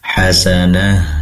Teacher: Pastikan tak marbutoh yang berada di tempat pemberhentian semacam ini diganti menjadi ha, sedangkan ha ini memiliki sifat hamas mengalirkan nafas sehingga lebih dialirkan atau lebih disebarkan udara di dalam dada.